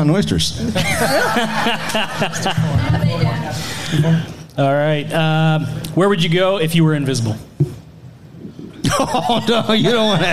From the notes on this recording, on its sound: Live From the Westmoreland Cultural Trust "Love Local Courtyard Concert Series". Last week I was given the opportunity to do the podcast LIVE in front of an audience at the Love Local Courtyard Concert Series presented by the Westmoreland Cultural Trust and Palace Theatre. During a socially distanced series of very small shows.